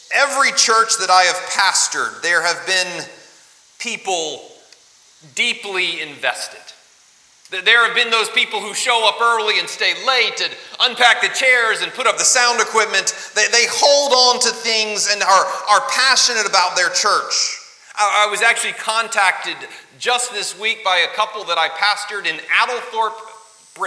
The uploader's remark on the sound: LIve Service 26 July 2020.